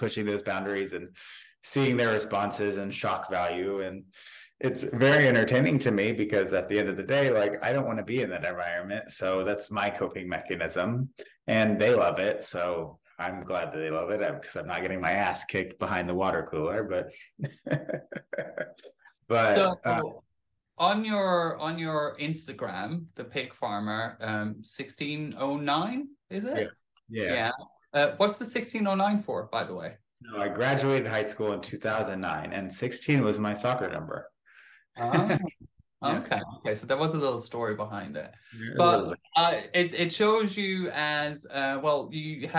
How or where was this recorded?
video call